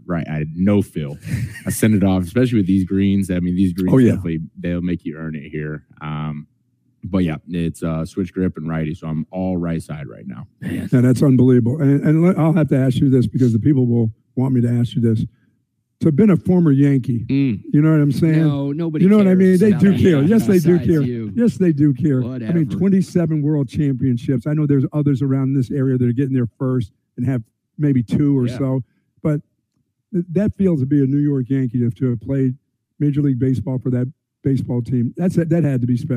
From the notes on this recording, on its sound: LIVE from The Hills Country Club in Lakeway